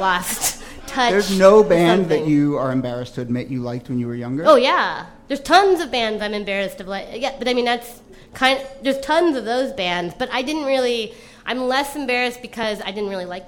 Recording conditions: live audience